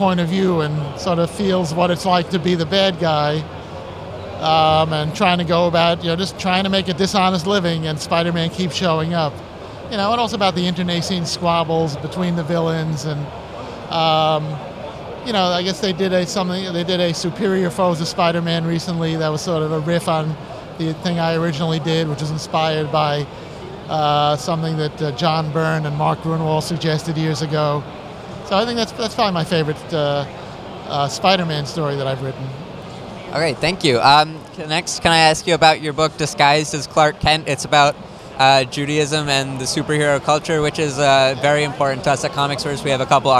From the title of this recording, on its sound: Interview at East Coast Comicon 2017